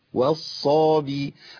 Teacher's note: بعد ما نخلص الصاد بالالف المفخمين تخش على الباء برفق شويه